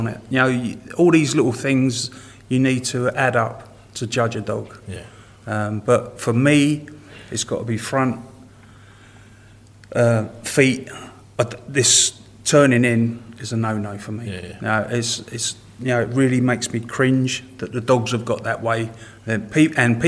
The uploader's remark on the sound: Our first ever live podcast recording. From the UK. From the US.